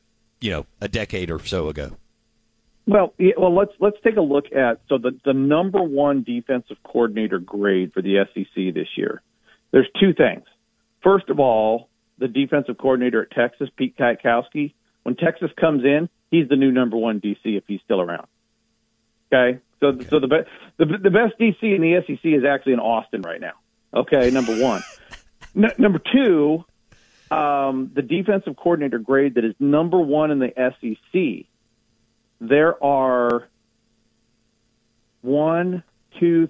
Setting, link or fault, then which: link, phone line